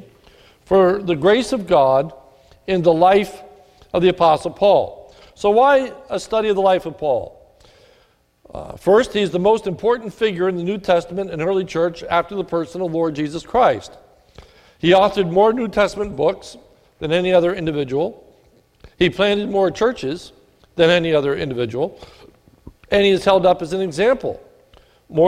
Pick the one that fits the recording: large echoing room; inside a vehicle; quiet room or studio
large echoing room